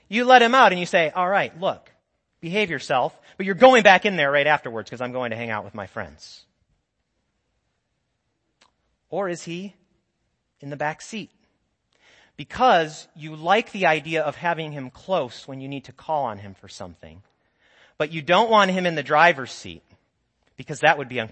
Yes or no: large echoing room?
yes